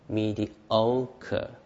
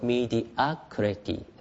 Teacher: 二重母音なんですよ。mediocre ですね。はい、で名詞になりますと mediocrity、単母音になります。